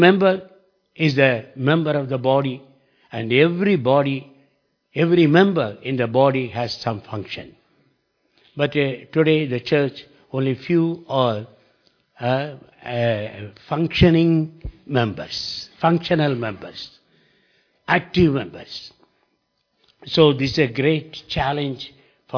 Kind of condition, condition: setting, large echoing room